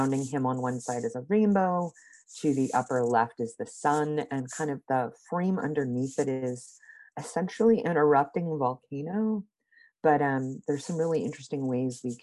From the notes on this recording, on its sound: got together on Zoom